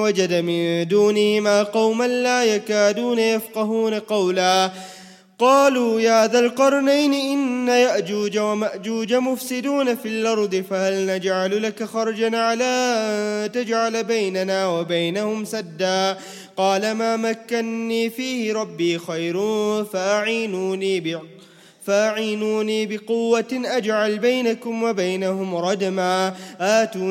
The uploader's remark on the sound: 15th Night Taraweeh 2018/1439 at the Houghton Masjid (West Street), Johannesburg, South Africa